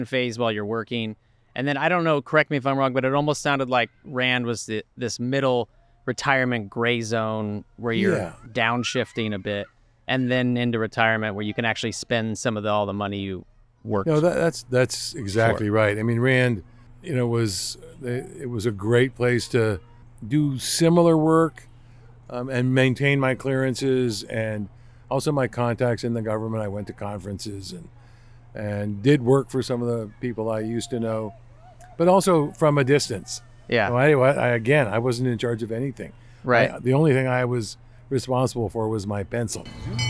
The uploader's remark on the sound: The Santa Barbara Zoo, about two hours north of Los Angeles. I returned to the zoo with all my recording equipment and caught them in action.